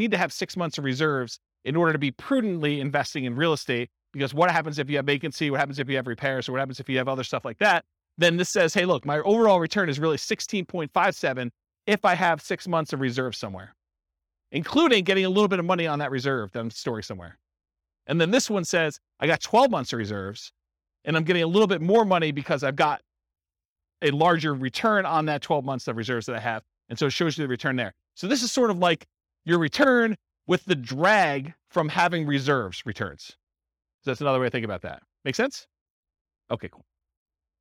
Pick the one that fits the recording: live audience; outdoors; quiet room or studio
live audience